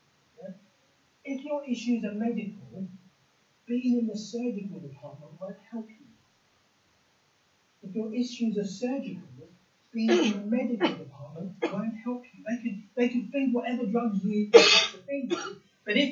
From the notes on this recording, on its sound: Apologies for the sound quality today, we have trouble recording.